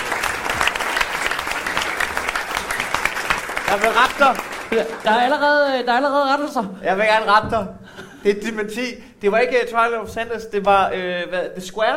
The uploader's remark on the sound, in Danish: Optaget live på Comedy Zoo